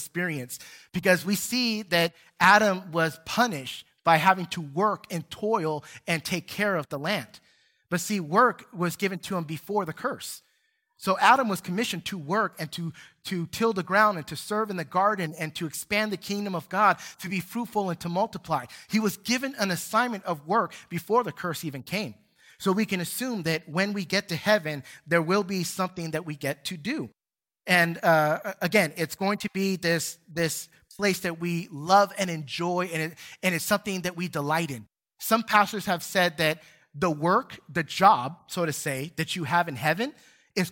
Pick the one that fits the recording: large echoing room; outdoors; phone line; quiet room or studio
large echoing room